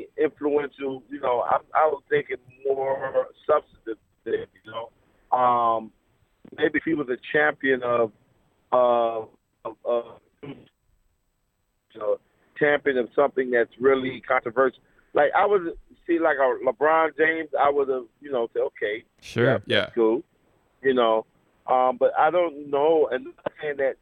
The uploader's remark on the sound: we spoke by phone